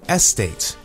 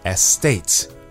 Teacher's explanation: the correct pronunciation is estate with the emphasis on the second syllable. · Shown in: second take